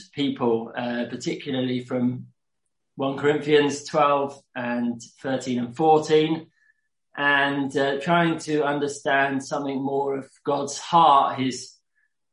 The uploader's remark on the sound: Q & A (Zoom). Teign Valley Sessions.